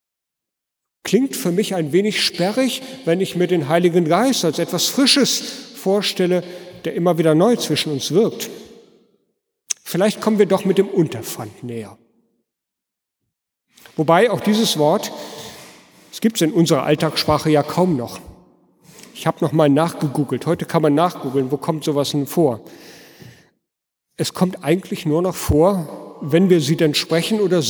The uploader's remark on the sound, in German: Gottesdienst am Fest der Heiligen Dreifaltigkeit. In der Martin-Luther-Kirche in Detmold.